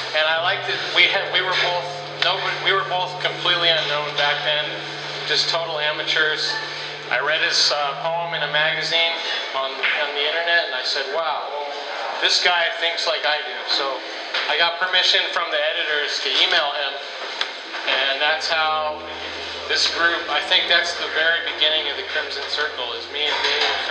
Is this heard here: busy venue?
yes